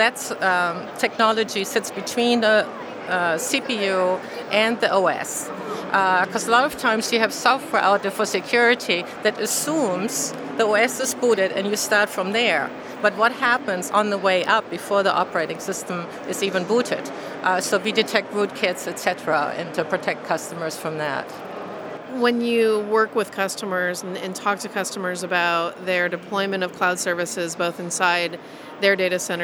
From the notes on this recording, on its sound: Live from HP Discover. In this archive of a livecast.